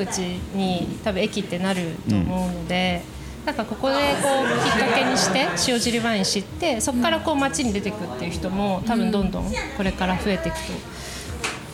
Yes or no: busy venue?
yes